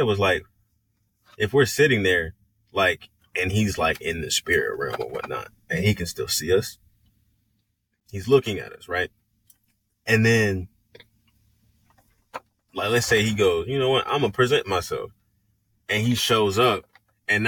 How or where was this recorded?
inside a vehicle